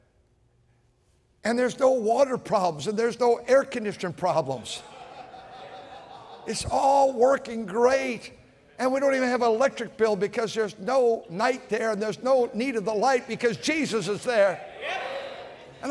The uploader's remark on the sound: at North Valley Baptist Church in Santa Clara, California, during the Sunday Evening service on February 25, 2024.